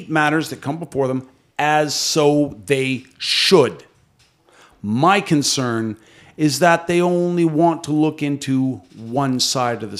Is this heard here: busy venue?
no